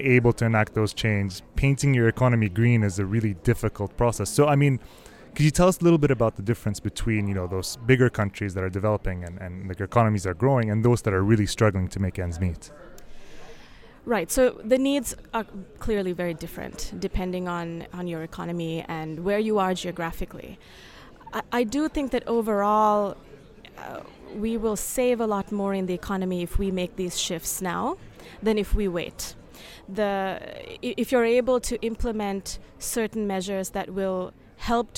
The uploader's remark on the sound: We record live from COP 23 in Bonn, Germany where the other 195 countries have gathered to figure out how to save the world.